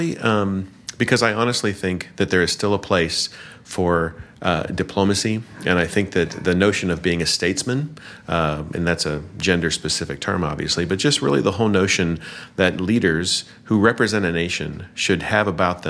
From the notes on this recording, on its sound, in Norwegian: Vi er på taleskriverkonferanse i Washington DC